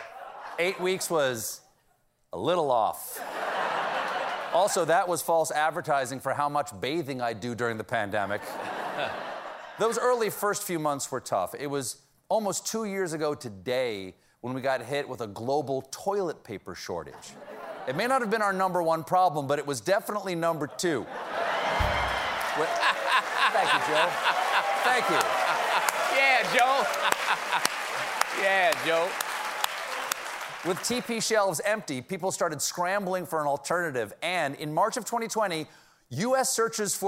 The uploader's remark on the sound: Answers audience questions. Gets the whole theater laughing.